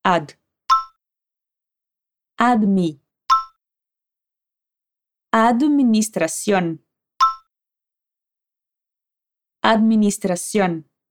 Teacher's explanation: tome muito cuidado para não colocar uma letra i depois do d